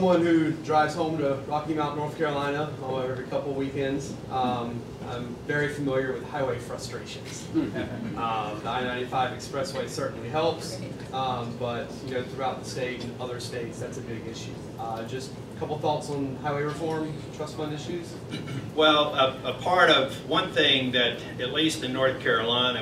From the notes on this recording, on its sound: WASHINGTON, DC. Spoke to a breakfast meeting of The Ripon Society.